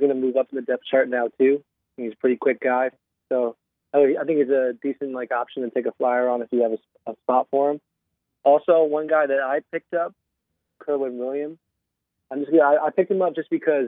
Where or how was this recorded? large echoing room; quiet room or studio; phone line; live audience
phone line